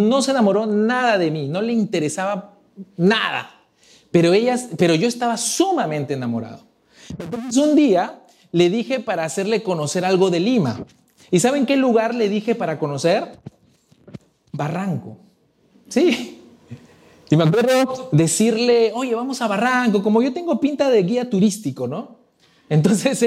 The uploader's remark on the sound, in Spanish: Presentado en vivo el domingo 05 de junio de 2022. Saenz Peña 107 Barranco.